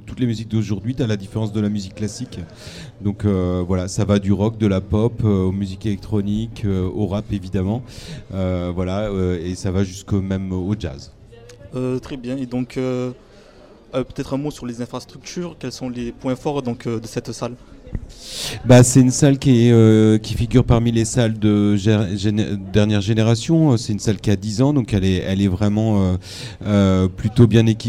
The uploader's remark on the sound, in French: En LIVE de Paloma à Nimes